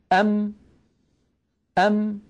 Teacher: انظروا إلى شفتي، أم كيف خرجت هذه الميم الساكنة؟ بتصادم الشفة العليا مع الشفة السفلى